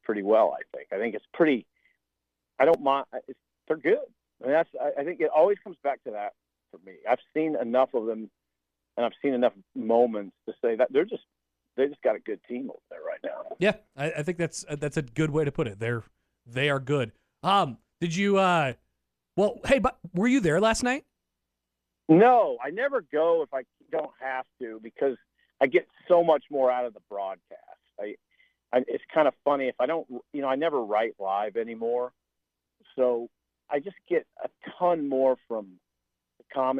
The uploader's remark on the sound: calls us while driving